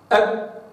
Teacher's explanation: الكاف حرف شديد، حرف شديد يعني صوته قصير لا يستغرق زمنا طويلا